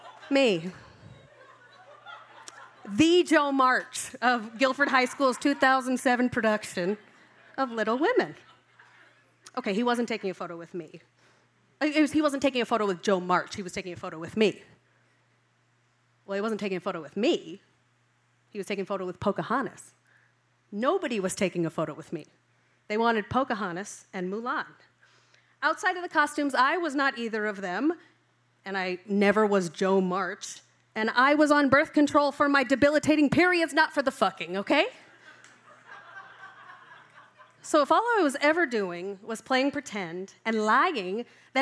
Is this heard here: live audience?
yes